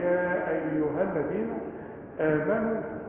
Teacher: يا أيها بمد اتنين ألف، الألف الأخيرة بلغيها عند الله.